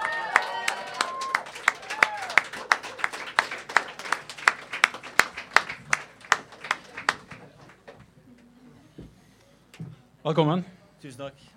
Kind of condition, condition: setting, live audience